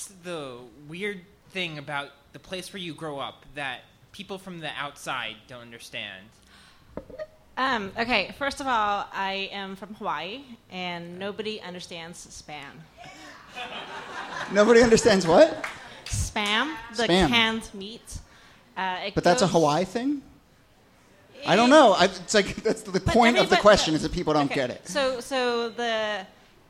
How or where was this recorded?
live audience